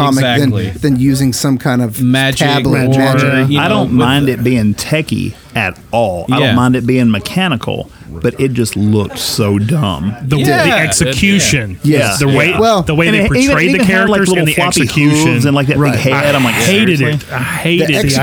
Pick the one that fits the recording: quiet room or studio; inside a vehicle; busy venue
busy venue